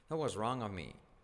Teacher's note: La F casi no se dice.